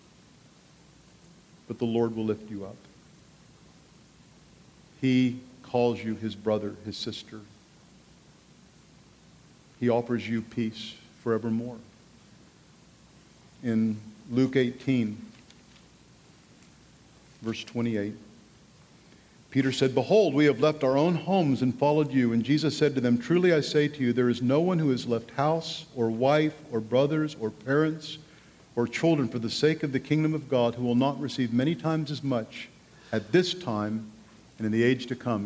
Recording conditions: live audience